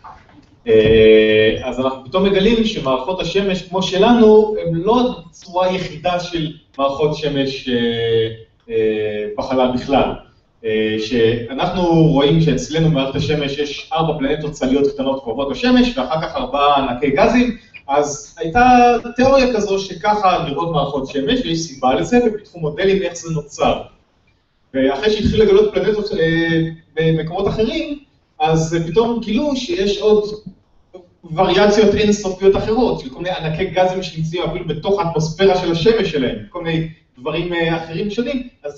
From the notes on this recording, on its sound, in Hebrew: פרק מול קהל חי בכנס עולמות.